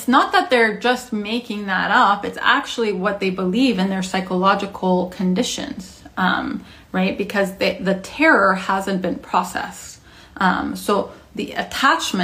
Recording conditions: phone or laptop microphone